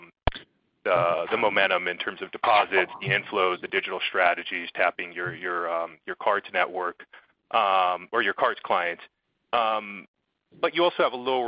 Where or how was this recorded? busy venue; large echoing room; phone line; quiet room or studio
phone line